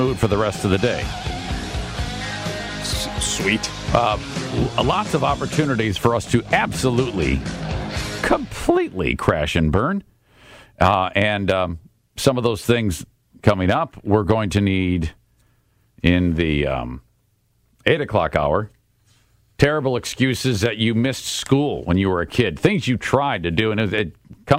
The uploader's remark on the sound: Listeners call